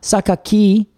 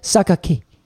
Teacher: it's almost like the I disappears before it even gets there · Shown in: second take